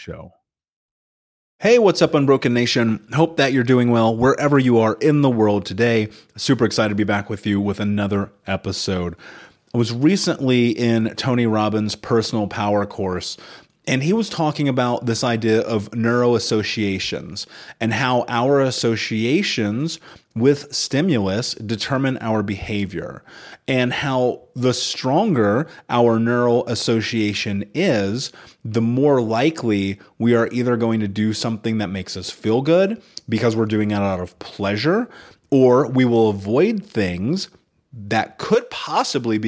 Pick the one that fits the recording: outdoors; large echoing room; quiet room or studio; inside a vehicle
quiet room or studio